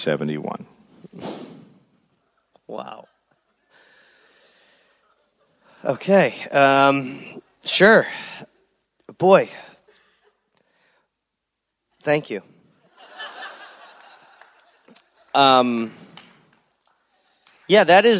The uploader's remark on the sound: Live in Gold Coast